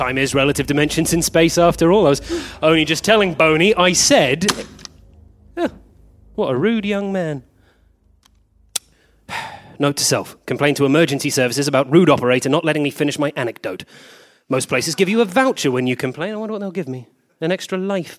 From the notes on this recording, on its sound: Recorded live at BATS theatre, Wellington, New Zealand on the 11th of April 2014